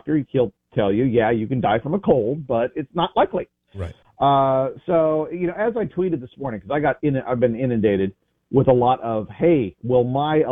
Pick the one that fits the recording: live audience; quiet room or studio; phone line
phone line